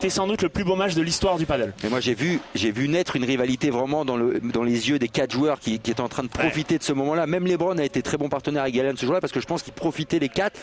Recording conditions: busy venue